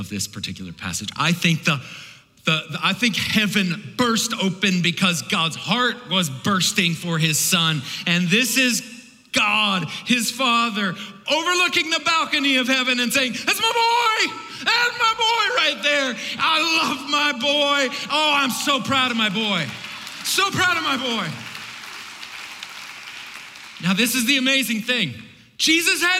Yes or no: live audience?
yes